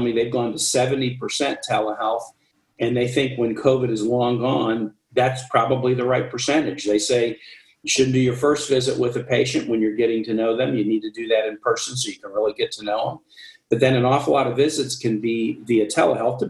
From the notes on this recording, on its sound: This episode of the Rural Health Voice podcast is the recording of a virtual press conference VRHA conducted.